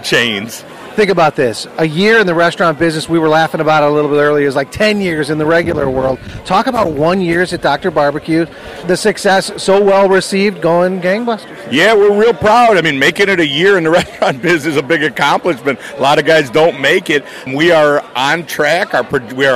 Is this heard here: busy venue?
yes